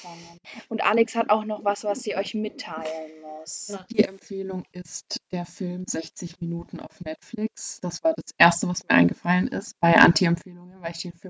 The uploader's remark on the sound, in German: Leider ist unsere Audioqualität nicht so gut.